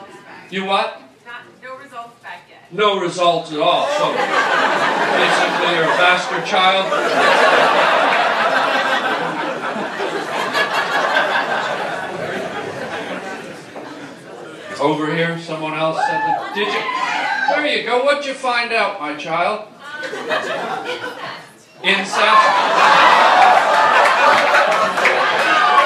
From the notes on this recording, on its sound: Does live stand up for a wonderful cancer benefit and ends up doing crowd work for 90% of his show. What a great crowd and a great cause.